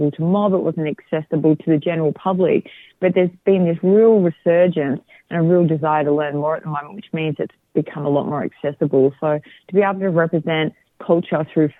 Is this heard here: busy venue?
no